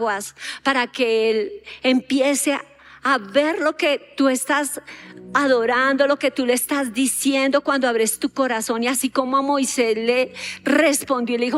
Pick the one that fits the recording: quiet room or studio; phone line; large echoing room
large echoing room